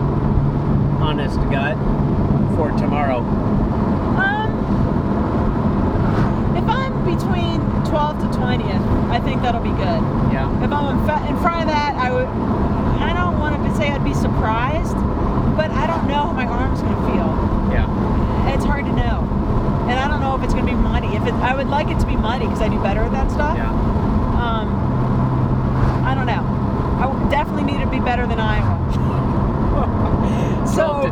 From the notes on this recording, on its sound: She took me on a ride in her 2016 Porsche Carrera for a 30 minute interview during the 2019 Trek CX Cup - the audio isn't always studio perfect, but it sure is fun